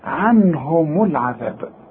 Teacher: دي الميم مضمومة عند الوصل، إنما إذا وقفت هنسكنها نقول عنهم، إنما إذا وصلت ولازم توصل هنقول إيه عنهم العذاب.